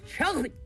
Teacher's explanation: 네, chocolate. 네, 이 chocolate 이 클을 살짝 넣고 바로 레스로 넘어가야 돼요.